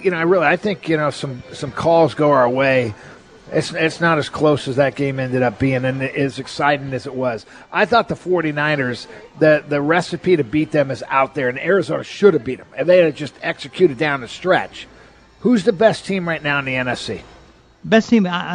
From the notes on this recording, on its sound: live at Snoqualmie Casino